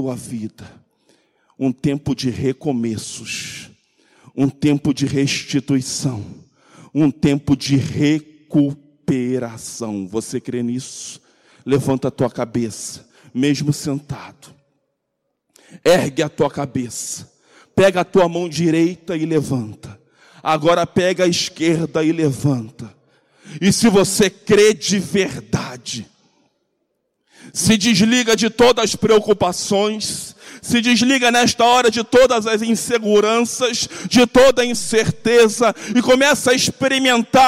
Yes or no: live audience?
yes